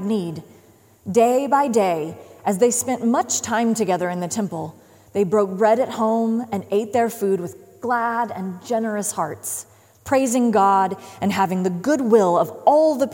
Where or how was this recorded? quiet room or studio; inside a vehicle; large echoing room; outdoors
large echoing room